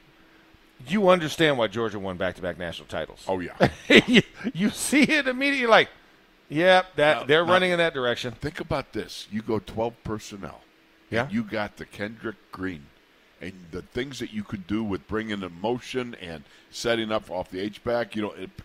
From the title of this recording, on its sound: In the Locker Room Live from Steelers Camp Day 9